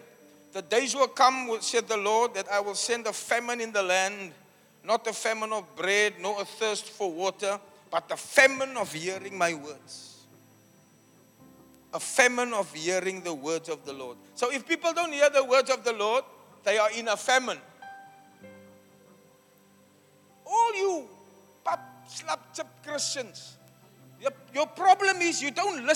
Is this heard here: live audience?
yes